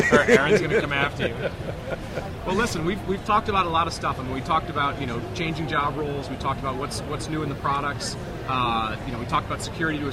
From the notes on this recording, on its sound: Live from VMworld 2011